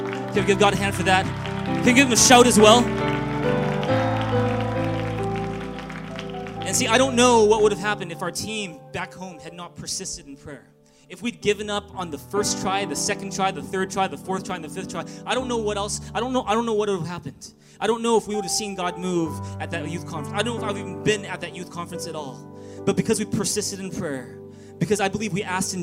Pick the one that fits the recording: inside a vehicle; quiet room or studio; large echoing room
large echoing room